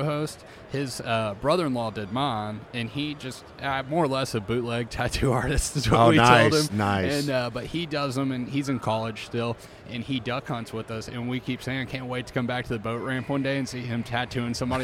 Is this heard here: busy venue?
yes